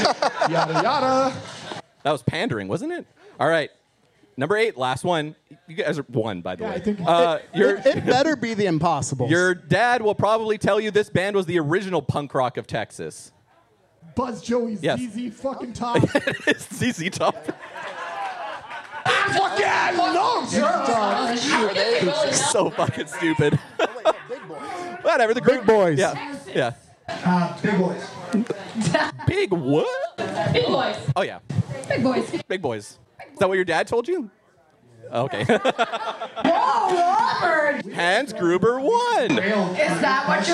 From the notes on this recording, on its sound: LIVE FROM SPI FEST 2023. Please forgive some of the live audio...